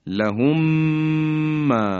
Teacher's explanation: وقتی اینا در هم ادغام میشن تبدیل به یک میم میشن، یا به عبارتی میم اول حذف میشه و میم دوم مشدد بیان میشه به این شکل لهم.